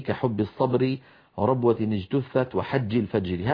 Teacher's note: واحرص على الشدة والجهر الذي فيها، أي في الباء وفي الجيم